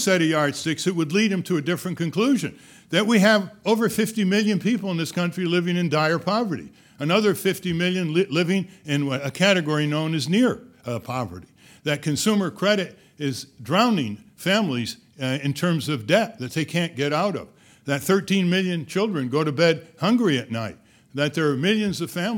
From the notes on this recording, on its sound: In this video podcast, recorded at the 2007 International Achievement Summit in Washington, D.C.